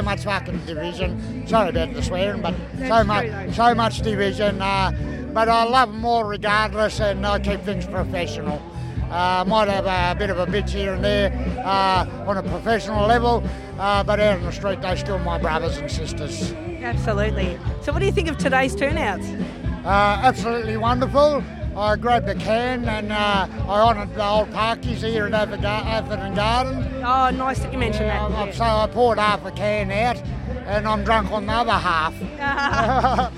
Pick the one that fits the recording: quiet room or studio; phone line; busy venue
busy venue